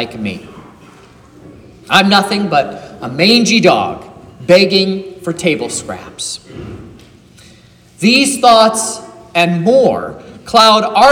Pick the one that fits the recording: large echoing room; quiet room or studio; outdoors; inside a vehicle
large echoing room